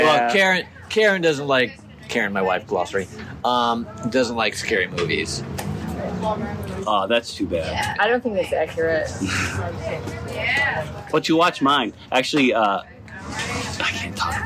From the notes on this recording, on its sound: takes his Iphone on the road and gets real with people on the street